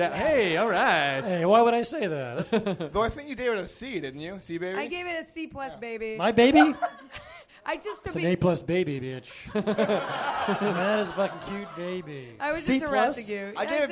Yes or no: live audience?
yes